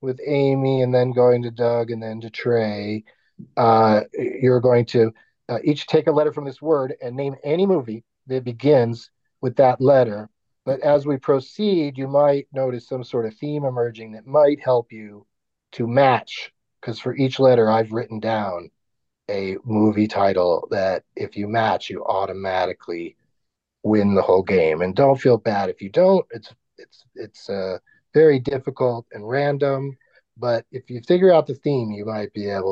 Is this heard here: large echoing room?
no